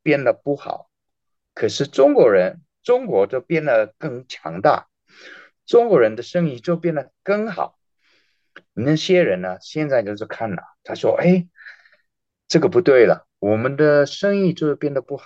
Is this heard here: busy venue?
no